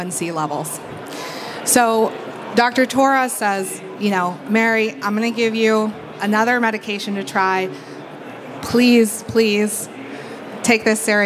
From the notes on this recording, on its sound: In-booth session at HIMSS 2023. This session is an interactive fireside chat, encouraging audience participation.